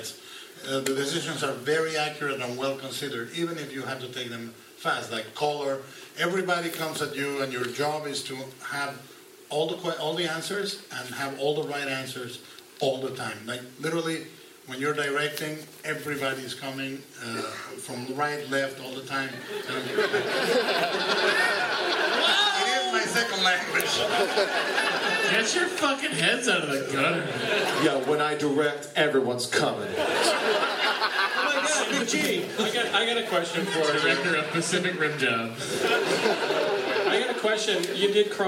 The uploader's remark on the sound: This episode of Nerdist from NY Comic Con almost didn't happen! This amazing show at The Best Buy theater. Accidentally didn't get recorded, but then (thanks to the magic of iPhones and social media) we found someone who had recorded it from the audience.